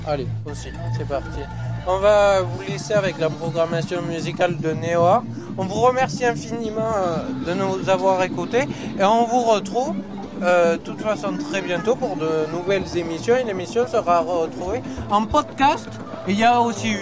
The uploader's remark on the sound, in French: en direct de "Jeunesse en fête"